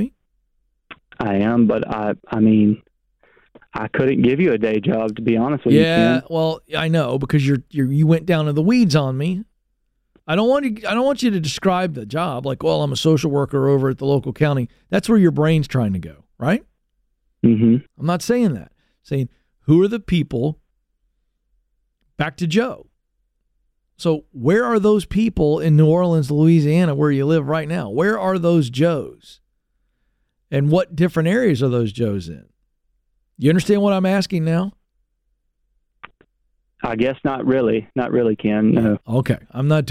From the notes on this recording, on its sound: A Live Coaching Call